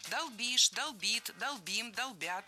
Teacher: Во всех формах ударяем окончание.